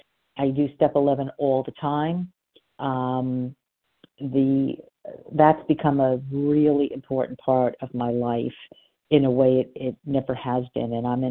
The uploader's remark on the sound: from the 100 Pounders Phone Meeting